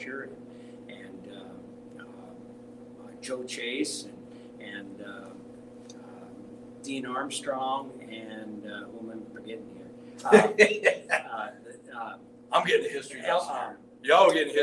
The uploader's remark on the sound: LIVE FROM THE NORTH DAKOTA COWBOY HALL OF FAME